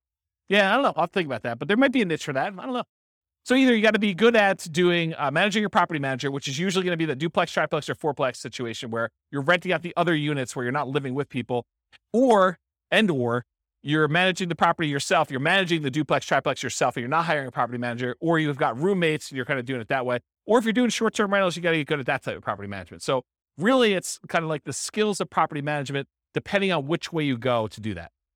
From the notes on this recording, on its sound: This was a live class recorded